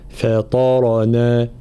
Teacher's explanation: لابد من ترقيق الفاء وتفخيم الطاء والراء، فطرنا هكذا.